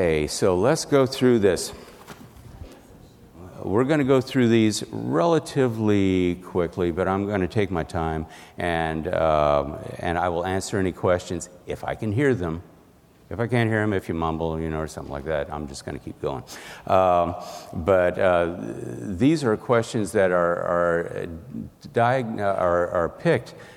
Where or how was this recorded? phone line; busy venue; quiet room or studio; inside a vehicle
busy venue